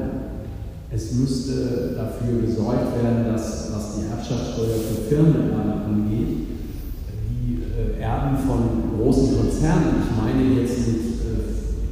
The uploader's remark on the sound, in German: Aufgenommen auf einer Veranstaltung des DGB-Kreisverbands Esslingen-Göppingen.